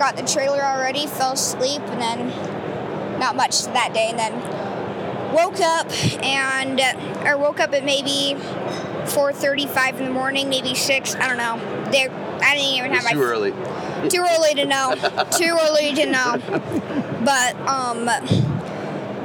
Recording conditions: busy venue